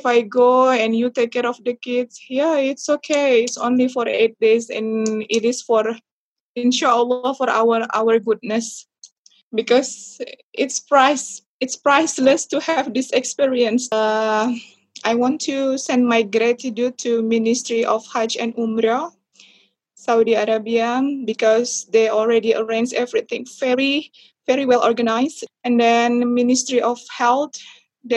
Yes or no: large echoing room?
no